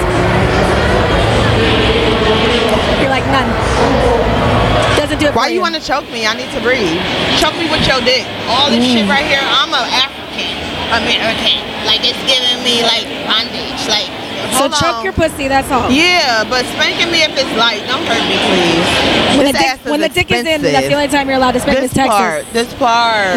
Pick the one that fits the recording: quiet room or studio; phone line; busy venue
busy venue